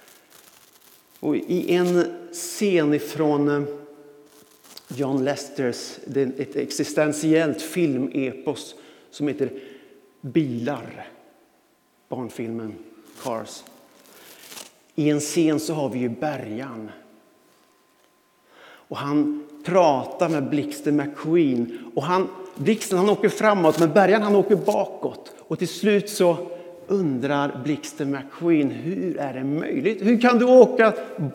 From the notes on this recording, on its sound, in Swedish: Inspelning från Immanuelskyrkan Skövde.